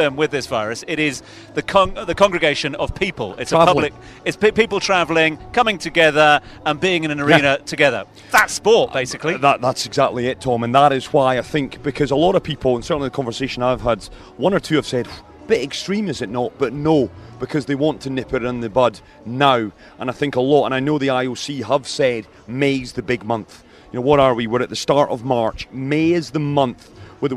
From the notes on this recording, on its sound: From their original home Barasti